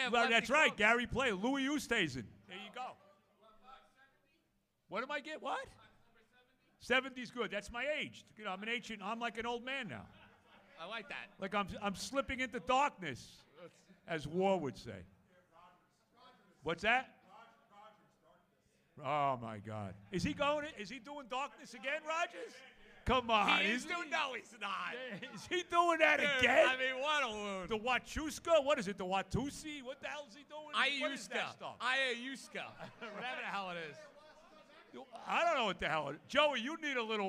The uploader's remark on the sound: Live From Hackensack Brewing